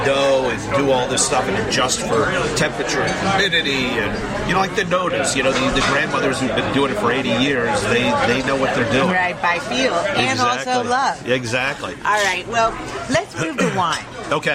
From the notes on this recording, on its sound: at the Capital Grille restaurant